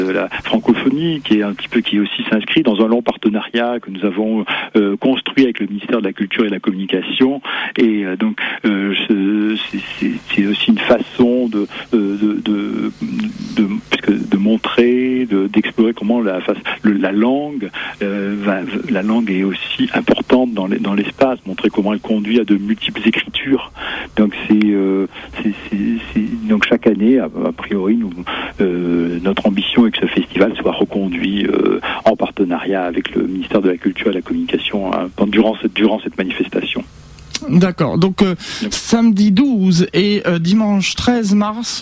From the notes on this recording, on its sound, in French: par téléphone